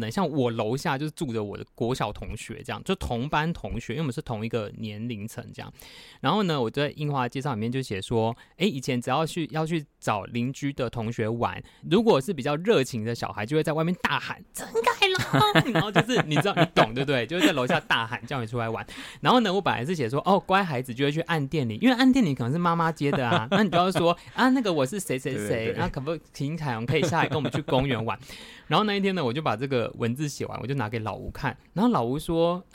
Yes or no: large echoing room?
no